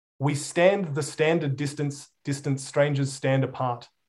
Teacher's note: the AR vowel sound is longer than the others. So all of a sudden, as soon as you get this part where you're talking about being apart, you've got this like longer sound.